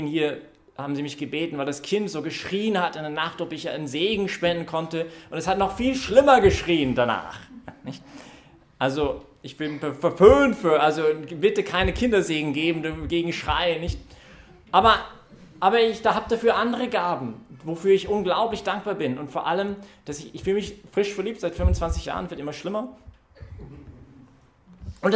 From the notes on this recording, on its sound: Das war Thema in dieser Predigt heute Abend (23-5-2021) bei der YP Messe im Zentrum Johannes Paul II.